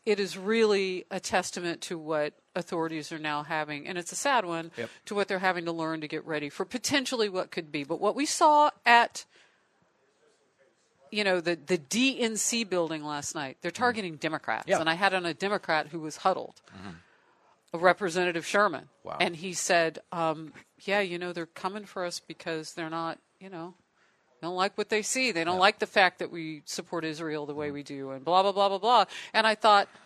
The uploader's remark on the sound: Live from Nashville to celebrate real American heroes at the 5th annual Fox Nation Patriot Awards